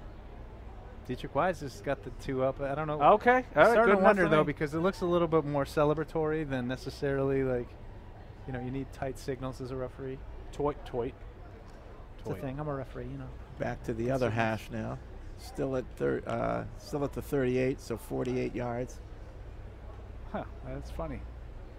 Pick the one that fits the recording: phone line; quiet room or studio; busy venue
busy venue